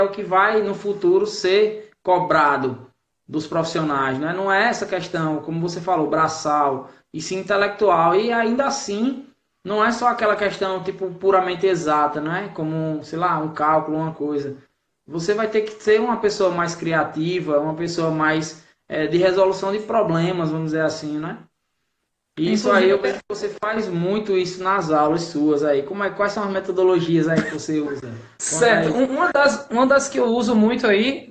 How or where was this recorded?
video call